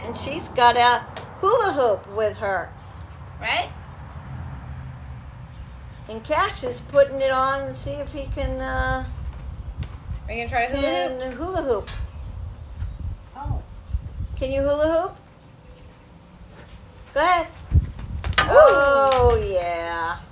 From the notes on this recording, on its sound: My microphone is still broken so enjoy the background noise